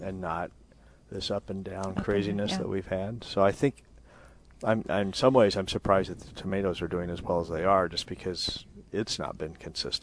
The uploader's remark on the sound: Plant Experts Live at Prairie Gardens.